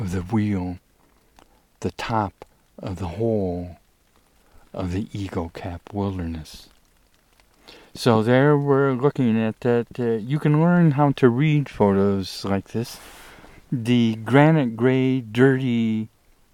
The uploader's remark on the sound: I report from the Eagle Cap Wilderness